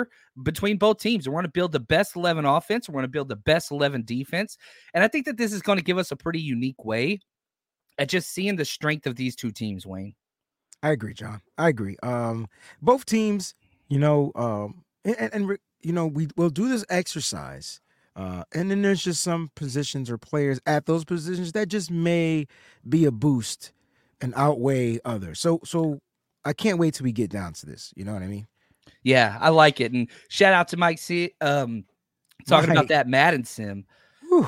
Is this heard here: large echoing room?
no